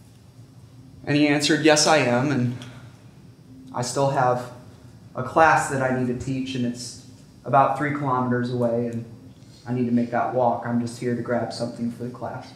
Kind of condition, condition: setting, large echoing room